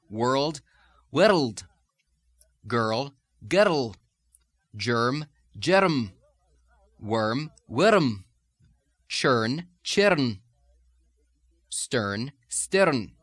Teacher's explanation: when the trilled R comes immediately before M or N or L, you'll sometimes have an intrusive schwa sound, so that you have not world, world, but world, world.